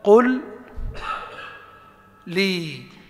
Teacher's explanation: مثال ذلك: قل لي، فقل مختومة بلام ساكنة، ولي مبدوءة بلام متحركة، حينئذ تدغم اللام الأولى في الثانية · Term: الإدغام